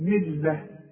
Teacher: قل بل ملة، شوف ما قلنوش ما قلش ملة لا، بس اتك على الحرف علشان ابين ان هذا الحرف مشدد. من اذا وقفت بقى اقول ايه ملة، التاء المربوطة بتتحول الى ه، اقول ملة مش اقول ملة لا، ملة ملة ابراهيم.